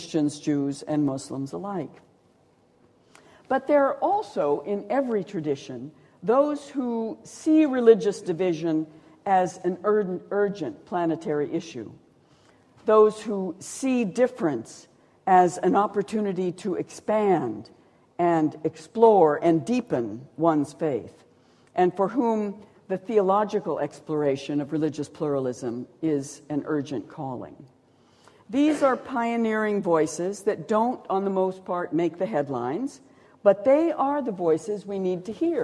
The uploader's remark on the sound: A series of Gifford Lectures. At The University of Edinburgh.